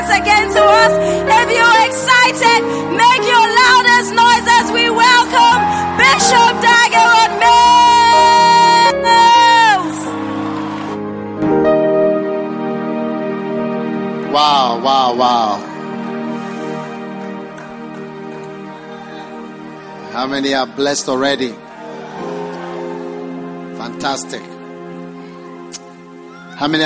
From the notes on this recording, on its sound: Preached at the First Love Thanksgiving Service